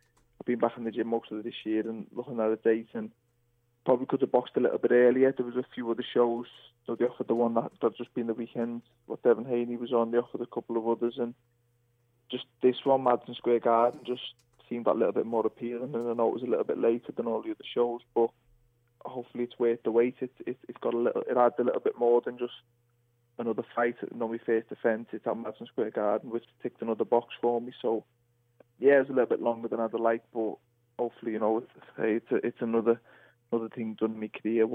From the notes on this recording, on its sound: Go live to New York City. Joins us on the phone from Sweden.